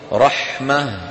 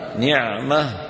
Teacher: هاء، هي هاء تلحق آخر الأسماء للدلالة على تأنيثها، تكون في الوصل تاء وفي الوقف هاء ساكنة